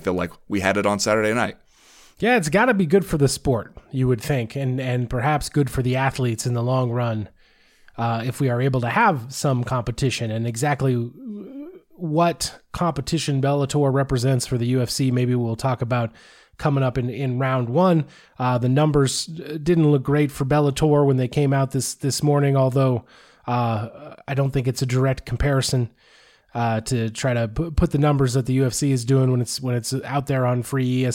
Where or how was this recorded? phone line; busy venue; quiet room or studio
quiet room or studio